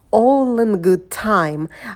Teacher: Здесь в слове all будет долгий о, дотяните его. Good, good – очень быстрый звук у, проскакиваете его побыстрее.